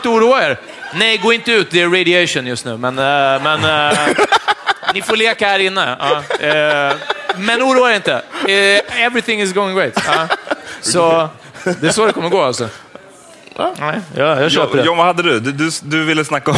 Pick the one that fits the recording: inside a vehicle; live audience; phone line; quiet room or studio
live audience